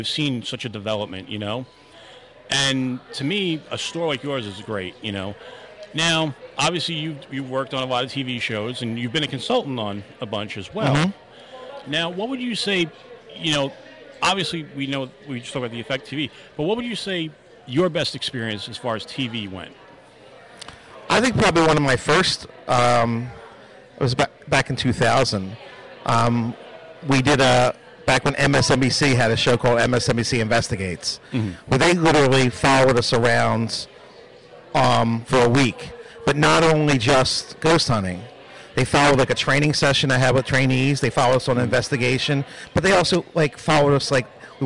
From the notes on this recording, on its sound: Live From The NJ Paraunity Expo